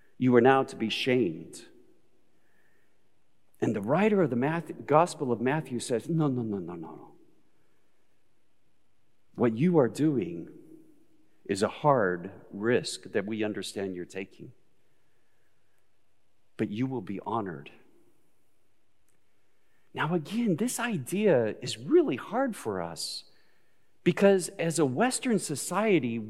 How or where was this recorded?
large echoing room